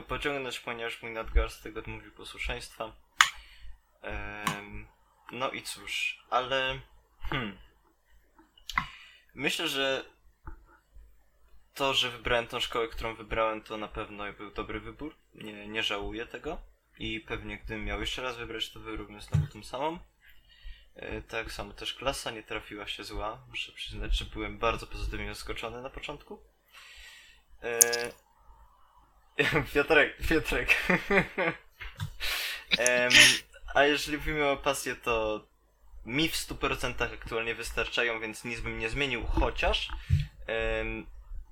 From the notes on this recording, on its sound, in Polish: Przepraszamy za problemy dźwiękowe